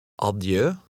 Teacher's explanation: words of foreign origin, the accent is on the last syllable